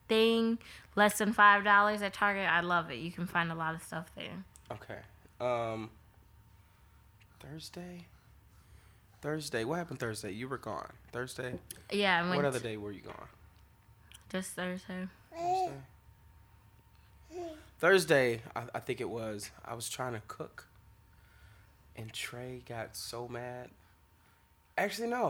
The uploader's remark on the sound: is very vocal during this recording.